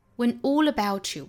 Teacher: 这个 when 也是做虚词弱读的，When all aboutyou，那跟后面的 all 可以做连读也可以不连上，中间做 glottal stop 也是可以的。